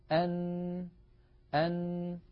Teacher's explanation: فيتحول الصوت عن طريق التجويف الأنفي وهو ما يسمى بالخيشوم، فيخرج الصوت عن طريق فتحتي الأنف. إذن حرف النون يتألف من جزئين رئيسين، الجزء الأول طرف اللسان يقرع ما يحاذيه من غار الحنك الأعلى، بعد هذا القرع ينحبس الصوت في هذا المكان ويتحول المجرى عن طريق الخيشوم، فمجموع هذين العملين يشكل حرف النون.